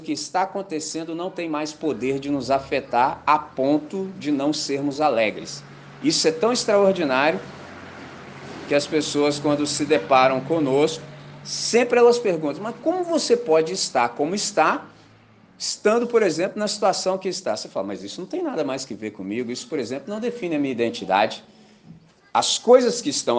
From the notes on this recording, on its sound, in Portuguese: Gravado na manhã de Domingo 2 de Julho de 2023, na celebração da Missão Batista em Candelaria, Volta Redonda, RJ.